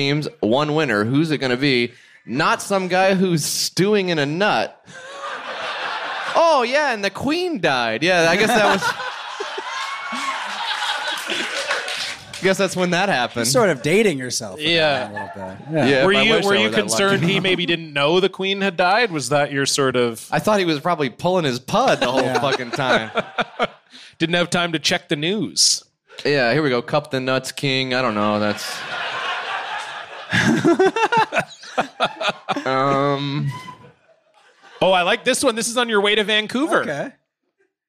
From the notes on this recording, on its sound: On the very first live edition of Blocked Party. In Vancouver for a show in front of 110 of the podcast's finest fans. Having a live audience there.